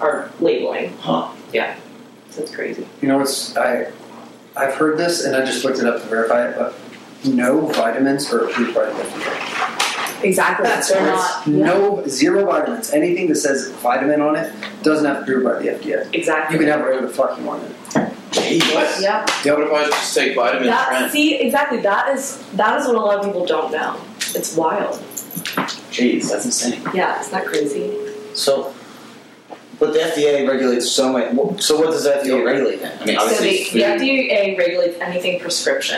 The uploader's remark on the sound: This is the first episode we did while filming video. Our audio did not record correctly so we had to extract the audio from the video camera.